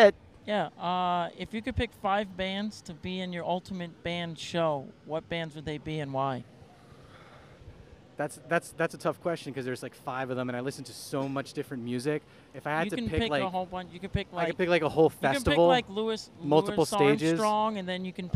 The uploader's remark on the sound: we went to Clash Bar in Clifton, NJ